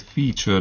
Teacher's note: Na, tehát a featúra az nem a latinból jött, hanem az angolból, a feature az viszont feature, tehát ível ejtjük ki, ráadásul a T az itt ilyen C féle hangnak hangzik